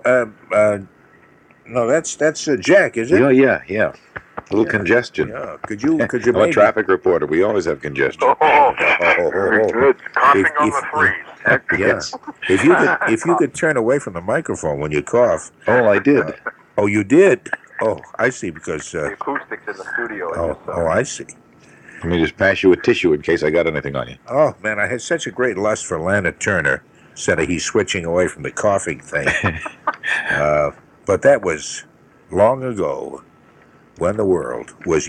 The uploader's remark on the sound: on the phone from MC